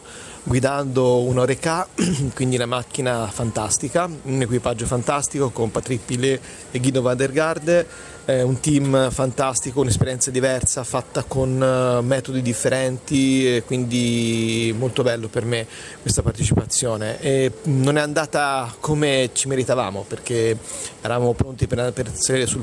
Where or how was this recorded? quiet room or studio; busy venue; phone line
busy venue